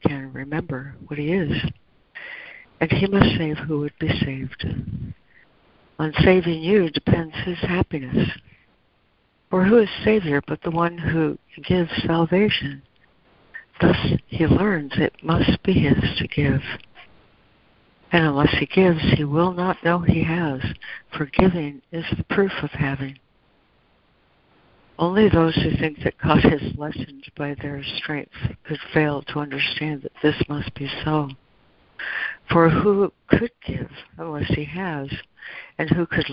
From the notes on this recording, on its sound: ACIM Daily Conference Call